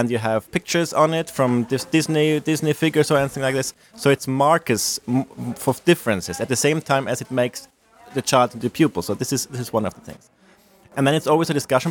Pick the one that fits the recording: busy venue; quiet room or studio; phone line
busy venue